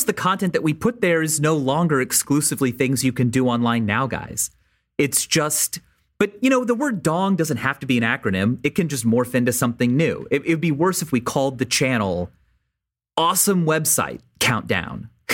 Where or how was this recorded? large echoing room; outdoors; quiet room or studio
quiet room or studio